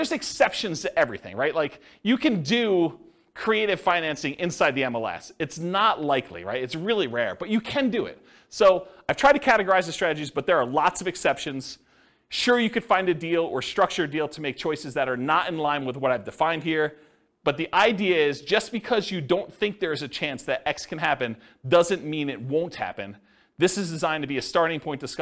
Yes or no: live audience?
yes